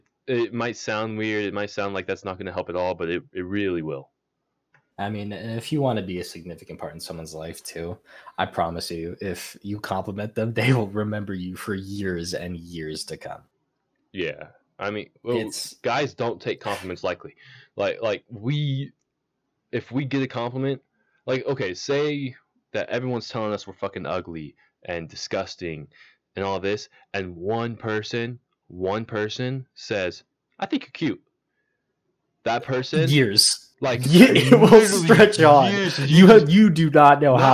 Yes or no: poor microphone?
yes